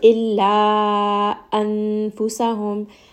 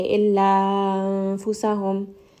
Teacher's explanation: you can hear that hamza has almost a sharp quality because we are kind of bringing it abruptly down · Shown in: first take · And it also has jahar.